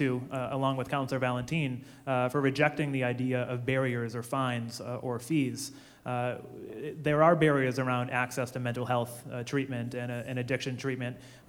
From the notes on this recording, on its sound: This is the recording of the Holyoke Mayoral Candidates Forum. At El Mercado, in South Holyoke.